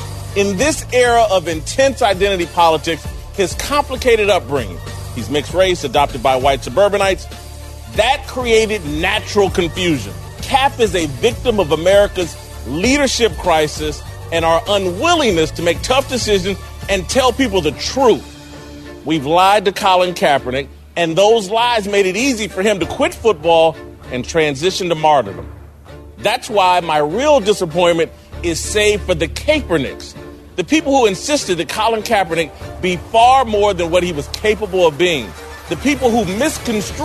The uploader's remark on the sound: Tonight's show is coming to you live from the Montour Heights Country Club for 'The Battleground Talkers Tour'. To talk about the tour stop here in PIttsburgh.